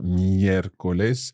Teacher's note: our accent sits on that first E in the word, miércoles · we are stressing the third last syllable or the antepenultimate syllable · Term: esdrújula